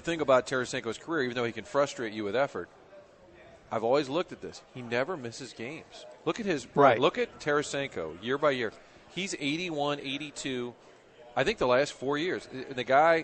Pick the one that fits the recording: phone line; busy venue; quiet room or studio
busy venue